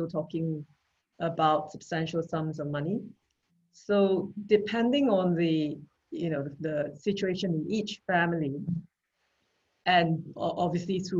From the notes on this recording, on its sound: Webinar audio recording